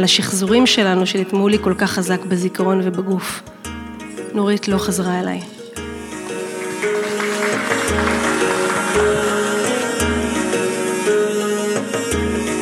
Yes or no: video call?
no